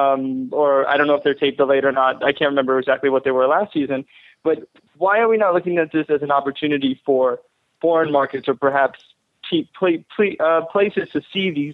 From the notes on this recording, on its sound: special live call-in edition